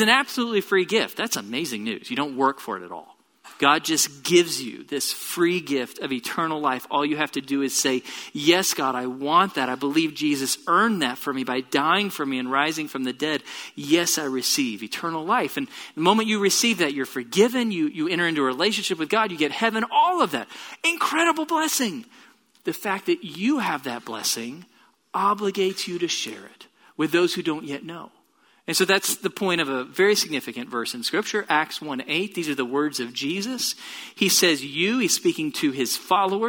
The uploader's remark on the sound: Location: Grace Bible Church Southwood